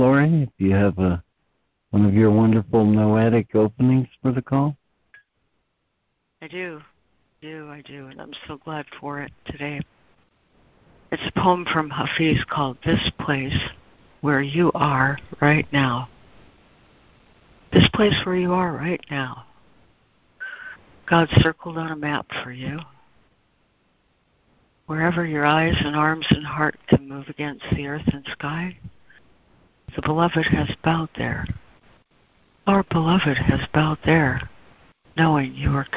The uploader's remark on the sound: ACIM Daily Conference Call.